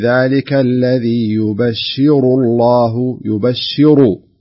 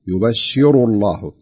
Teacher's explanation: شوف الراء هنا مفخمة، ويعني ينبغي أن يكون التفخيم واضح فيها، خاصة أن اللي بعدها لفظ الجلالة مفخم